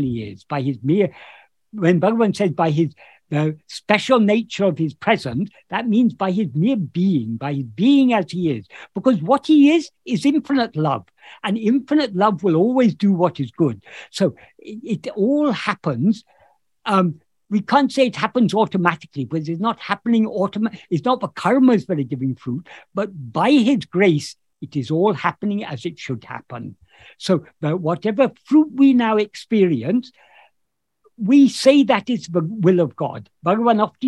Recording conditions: video call